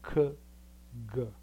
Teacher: K and G are pronounced in the same place in the mouth, and the tongue has the same position. The thing that changes is the so-called voicing, a vibration that you produce in the voice box. · You will feel that when you pronounce G, there is a vibration. That's called voicing.